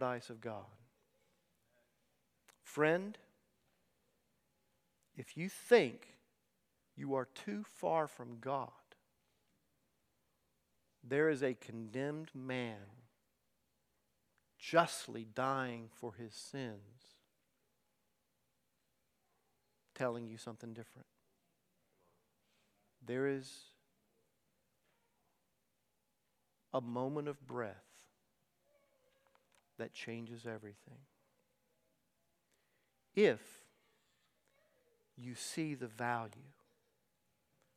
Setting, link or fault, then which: setting, large echoing room